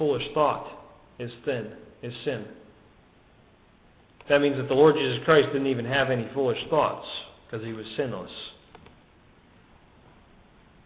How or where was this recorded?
large echoing room